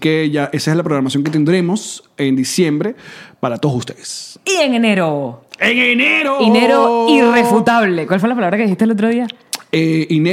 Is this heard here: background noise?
no